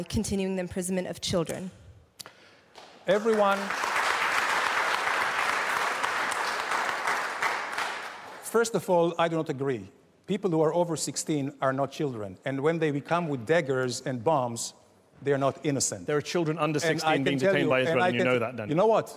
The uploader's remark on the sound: Head to Head is Al Jazeera's forum for ideas, a gladiatorial contest tackling big issues in front of an opinionated audience at the Oxford Union.